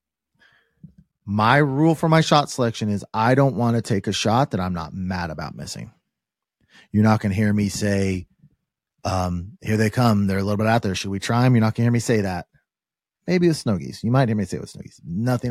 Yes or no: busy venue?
no